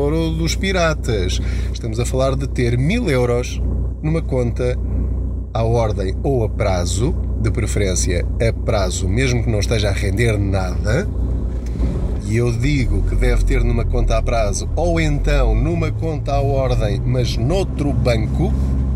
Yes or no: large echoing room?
no